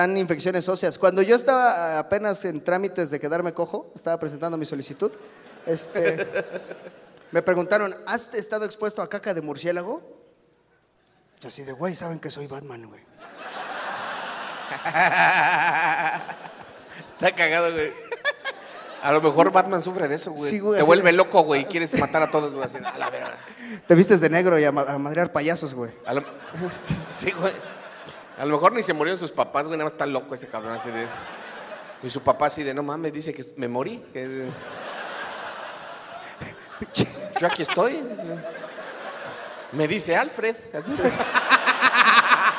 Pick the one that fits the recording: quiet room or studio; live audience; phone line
live audience